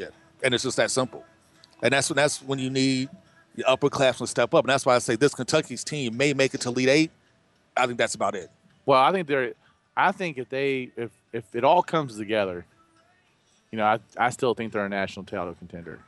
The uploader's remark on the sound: Live from Wildcat Warehouse in Fayette Mall for a special 3 hour UK/UofL pregame show!